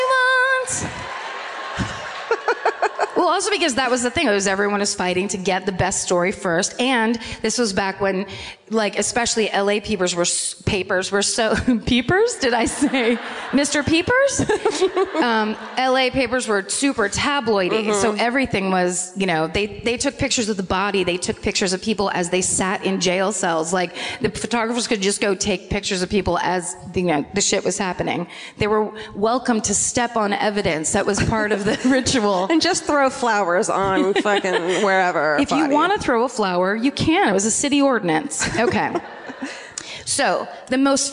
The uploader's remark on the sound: Live at the Orpheum in Los Angeles